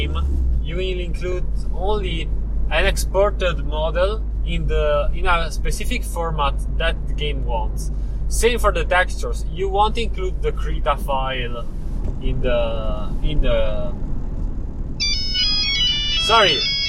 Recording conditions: inside a vehicle